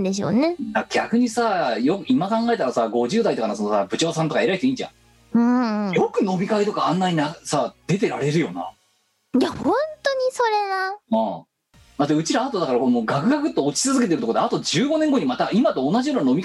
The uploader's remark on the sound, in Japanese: 本番組はリモート収録です。収録時環境の影響により、聴き取り辛い部分があります。